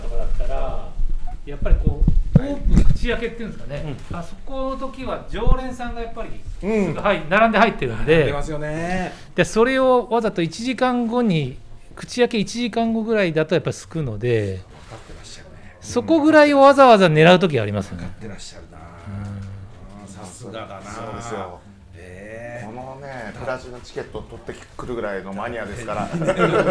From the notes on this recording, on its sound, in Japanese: 今回もスナックぬれずきんを開催した際に行なった公開収録の模様をお届け！賑やかな収録になりました！